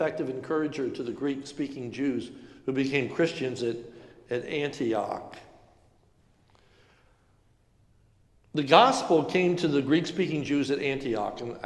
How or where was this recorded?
large echoing room